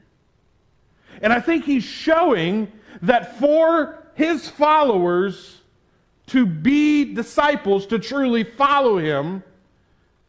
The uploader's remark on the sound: This sermon was preached at the Tarrant Bible Methodist Church on May 1, 2022.